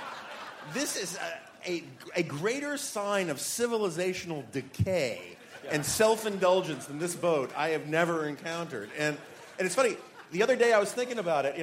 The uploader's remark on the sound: Live: The Night Owl Session. Live from the National Review Cruise.